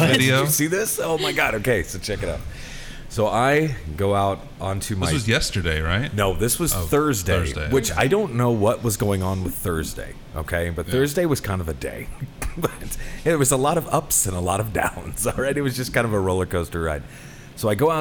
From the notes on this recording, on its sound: The gang got together and recorded this episode live from Big Rip Brewing Company in KC.